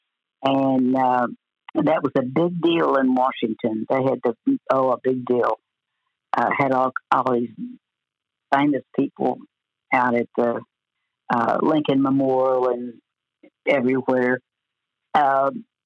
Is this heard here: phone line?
yes